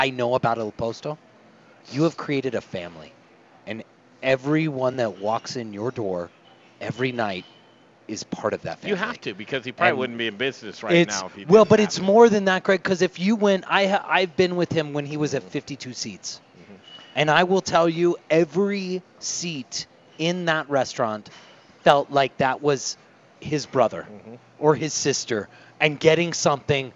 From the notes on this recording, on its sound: Live from Il Posto Italian Restaurant!